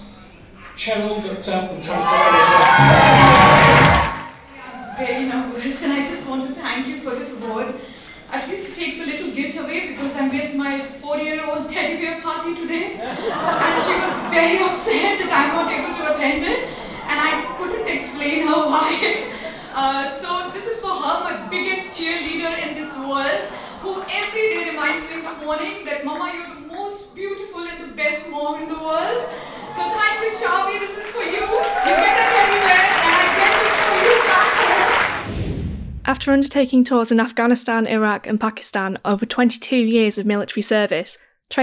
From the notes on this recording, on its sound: Recorded at the awards evening at the Grosvenor Hotel in London, this podcast gives you a sense of the incredible atmosphere during the ceremony by speaking to the organisers, the sponsors and one of the lucky winners.